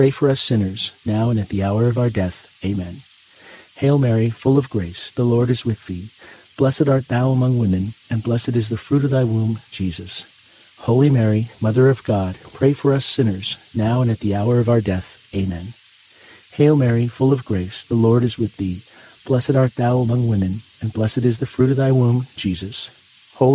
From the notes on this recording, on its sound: Get closer to nature and enjoy the soothing outdoor sounds of cicadas singing on a warm summer night alongside this Wednesday rosary.